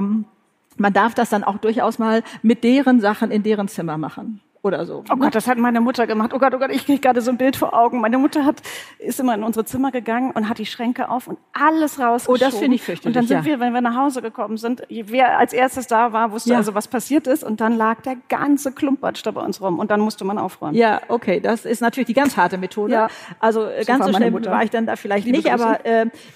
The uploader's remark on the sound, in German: Live-Podcast vom BRIGITTE Academy Job-Symposium. Live aus Mainz. Auf der großen Bühne – live vor Publikum! Beim großen BRIGITTE Academy Job-Symposium. In Mainz war es so weit.